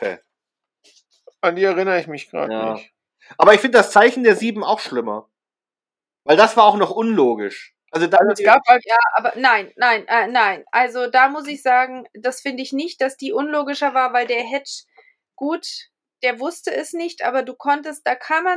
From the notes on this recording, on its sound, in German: Leider hatten wir wieder massive Tonprobleme, glauben aber, dass es an dem neuen Programm liegt, und werden ab der nächsten Folge wieder zum alten Studiolink zurückkehren.